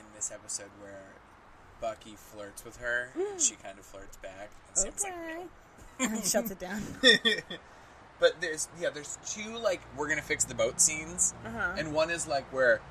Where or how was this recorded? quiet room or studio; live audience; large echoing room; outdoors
outdoors